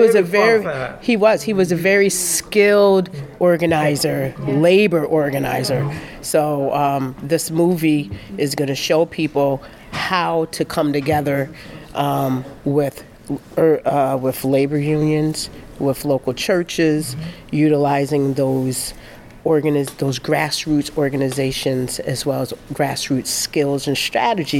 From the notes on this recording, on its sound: Attended a black history film showing "Rustin" at the Art Center of Troy. Interviews some audience members at the preview.